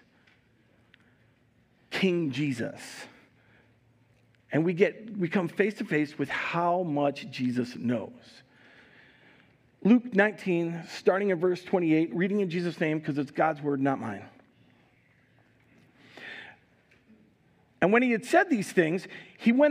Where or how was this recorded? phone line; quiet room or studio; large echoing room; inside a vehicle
large echoing room